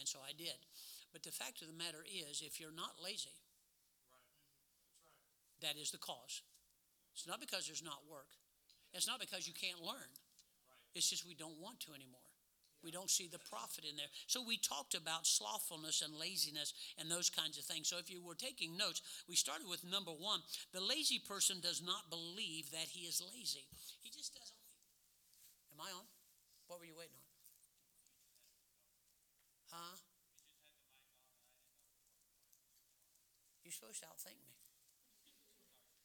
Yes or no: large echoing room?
yes